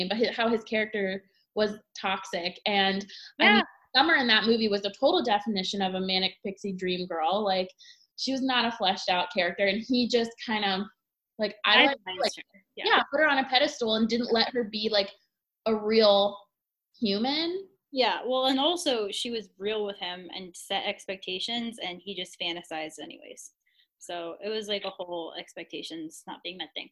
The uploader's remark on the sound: Our first Zoom recording episode!